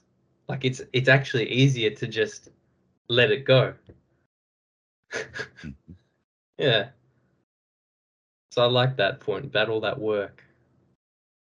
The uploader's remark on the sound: skype calls on this channel